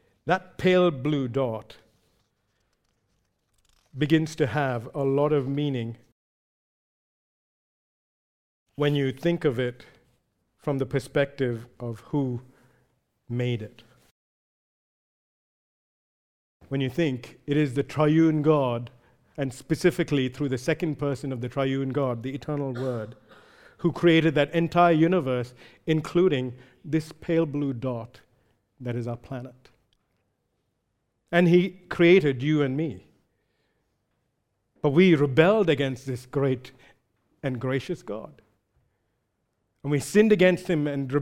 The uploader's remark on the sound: recorded live at Grace Community Bible Church